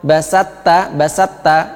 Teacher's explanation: Sedangkan kalau basat ta itu tidak ada sifat itbak, tidak ada sifat itbak, karena ta itu adalah infitah, di antara lidah dengan langit-langit tidak bertemu, tidak ditempelkan ke langit-langit